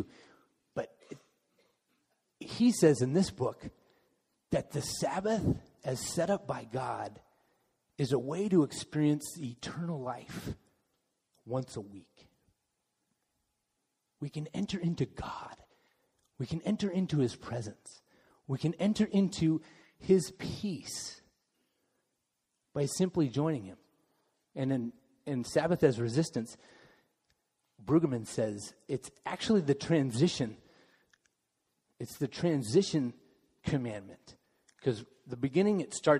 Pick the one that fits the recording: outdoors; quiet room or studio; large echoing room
large echoing room